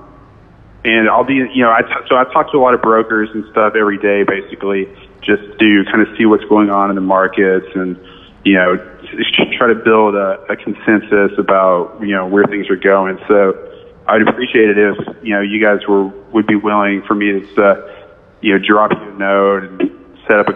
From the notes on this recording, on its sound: This is a phone call with freightwaves